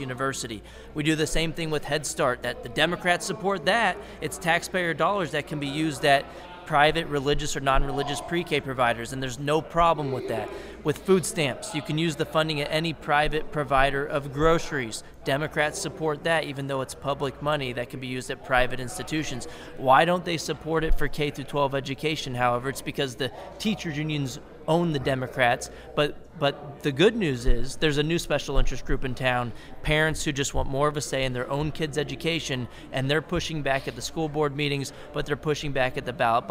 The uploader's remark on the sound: Broadcasts live from A Seat At The Table Conference in New Jersey, and brings a cast of rotating guests with him!